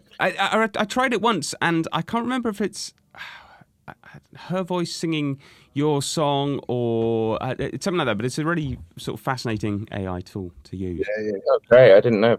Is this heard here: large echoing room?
no